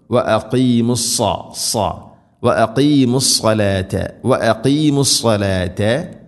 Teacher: വ അഖീമു സ്സലാത്ത സാദ്, വളരെയധികം ശ്രദ്ധിക്കണം. സാദ് ഇസ്തിഇലാഇന്റെ അഥവാ സ്വരഭാരത്തിൽ ഉച്ചരിക്കേണ്ട അക്ഷരമാണ്, കനപ്പിച്ച് ഉച്ചരിക്കണം